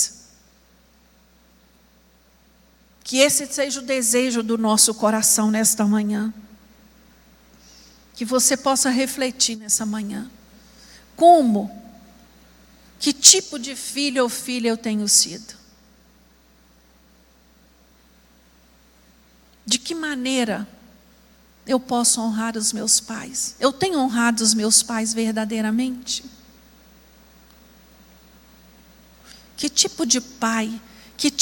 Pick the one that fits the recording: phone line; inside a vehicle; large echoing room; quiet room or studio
large echoing room